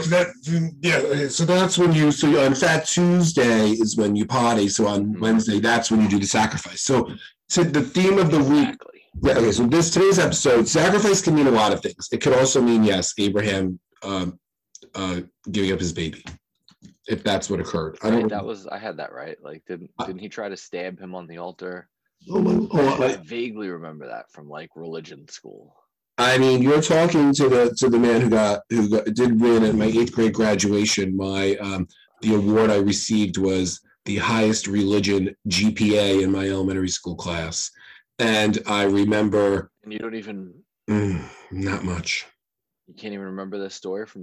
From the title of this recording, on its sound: The One With the Bad Audio